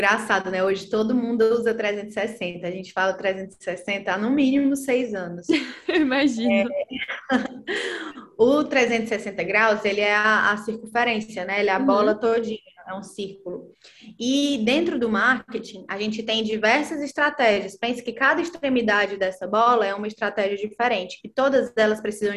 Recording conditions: video call